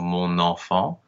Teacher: the word mon technically has a silent N, but when it's followed by a vowel, the N becomes pronounced, so mon enfant. · Term: liaison